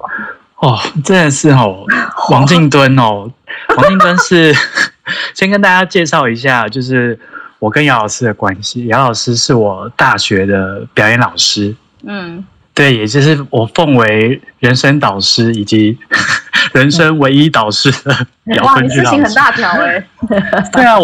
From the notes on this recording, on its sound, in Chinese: 本集因疫情採線上收音，帶點朦朧美但一樣好聽！